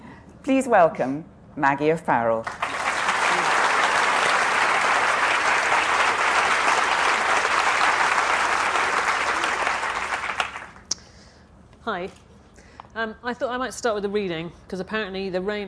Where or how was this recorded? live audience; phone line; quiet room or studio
live audience